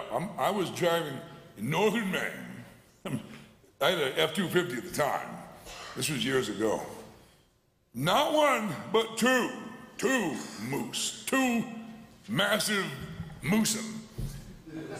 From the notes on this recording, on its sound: From the 2022 Southwest Men's Conference, Occupy Until He Comes.